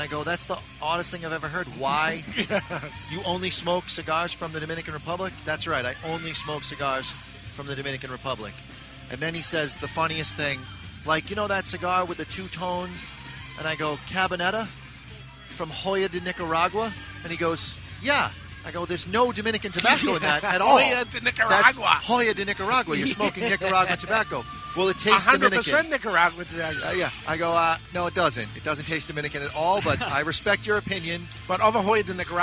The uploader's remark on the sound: It's the Smoking Calendar Motorcylce run live from Two Guys Smoke Shop.